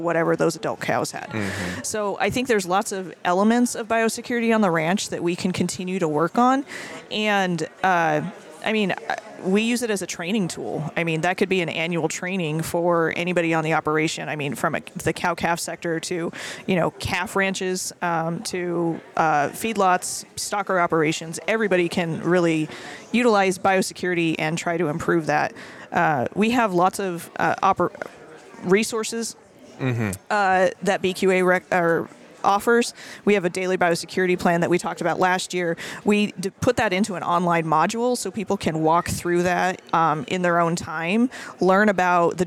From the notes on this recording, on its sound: We are live from the Cattle Industry Convention and NCBA Trade Show in Orlando, FL again today and we share some great conversations from the show.